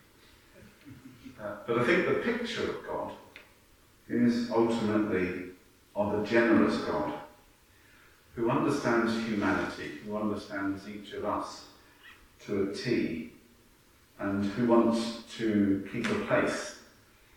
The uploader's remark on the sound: Sunday morning service from the church of St Peter and St Paul, Hawkley